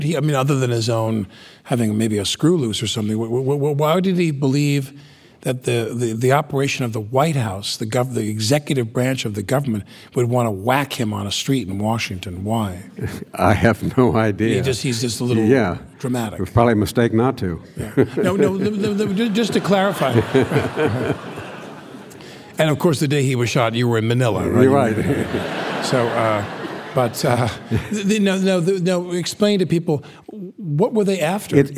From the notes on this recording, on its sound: in front of a live audience